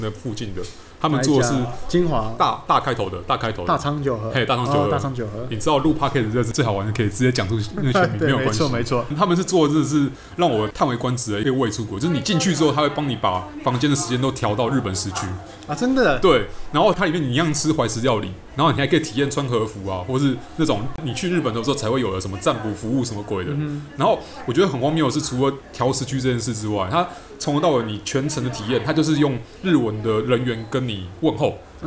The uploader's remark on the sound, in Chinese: 本集白噪音指數：微風級 2/5。錄音地點：李亭香。